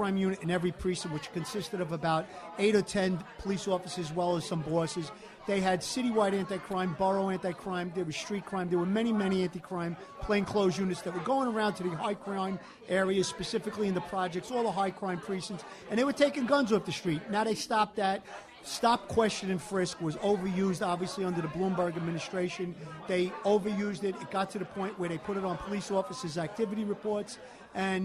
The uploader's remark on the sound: Live Broadcast from L&B Spumoni Gardens , Bensonhurst, Brooklyn, NY. Live Broadcast from L&B Spumoni Gardens , Bensonhurst, Brooklyn, NY.